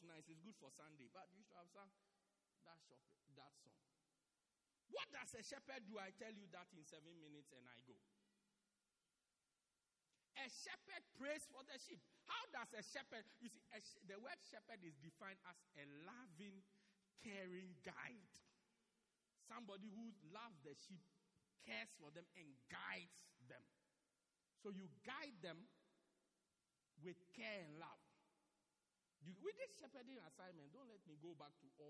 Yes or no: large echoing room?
yes